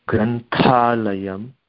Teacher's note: तत्र थ इति वक्तव्यमस्ति ग्रन्थालयं गच्छति महाप्राणः अस्ति